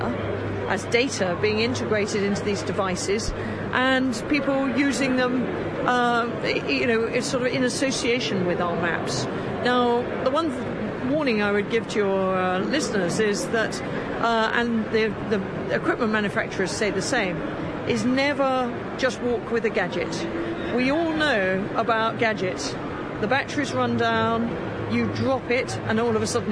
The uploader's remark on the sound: Lets get out and about in this podcast recorded at this year's Outdoors Show at the NEC.